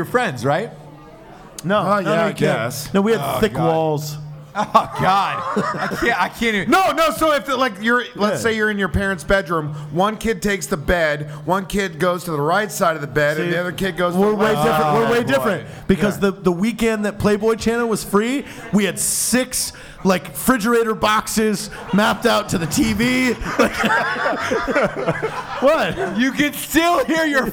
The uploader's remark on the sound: A live Christmas show in Wilmington, NC. Guests are invited on stage and someone's mom even calls in.